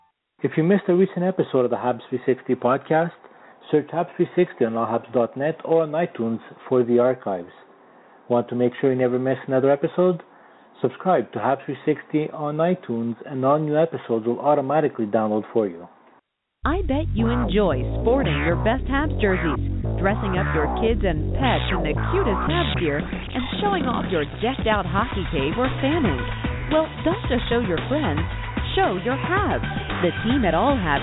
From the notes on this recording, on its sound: we take your phone calls